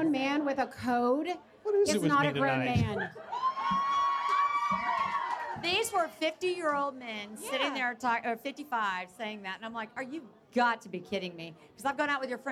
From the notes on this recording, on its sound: Loveability Live! Takes a few questions from the audience at the Loveability launch party.